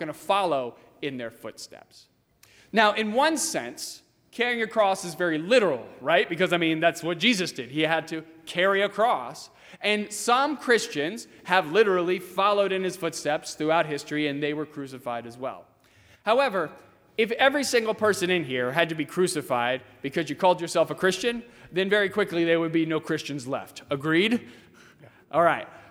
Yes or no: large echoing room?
yes